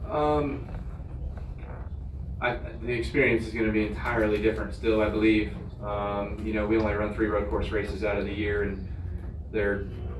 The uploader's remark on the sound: Live from Daytona